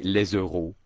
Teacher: the French, not pronouncing the S at the end of the word, simply will say les euros